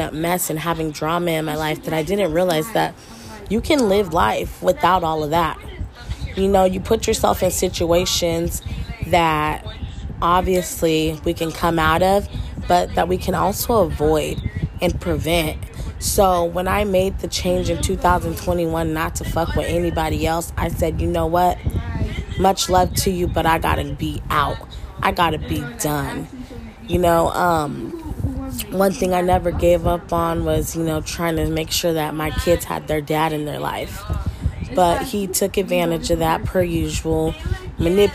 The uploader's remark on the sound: excuse all the background noise